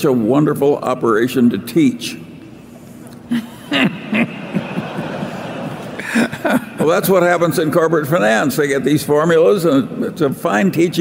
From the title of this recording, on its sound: Q & A at the 2018 Berkshire Hathaway Shareholders Meeting